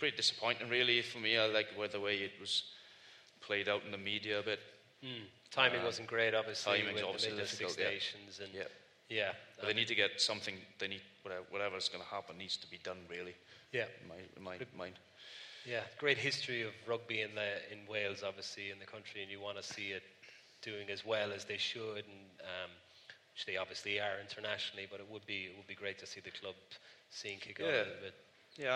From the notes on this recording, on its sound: LIVE in Belfast. Live(!) at The Belfast Empire.